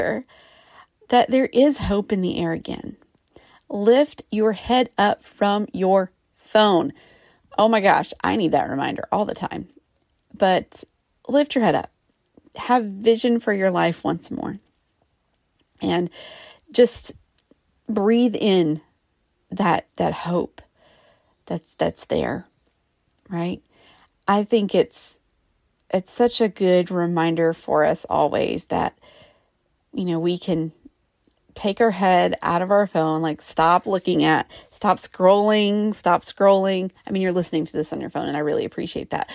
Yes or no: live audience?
no